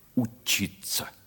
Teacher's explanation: произнес слово «учиться» как-то отдельно от остальной фразы, строго и твердо, по-особому, сделав на нем ударение